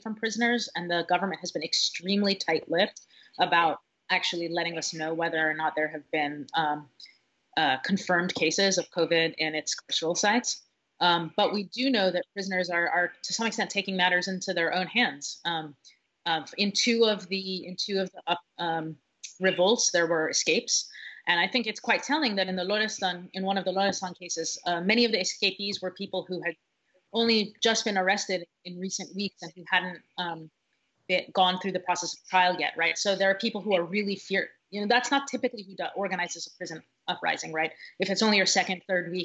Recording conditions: video call